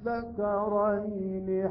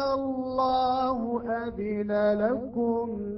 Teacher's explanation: هذه الهمزة هي همزة استفهام، ومقدار هذا المد هو 6 حركات · Term: مد الفرق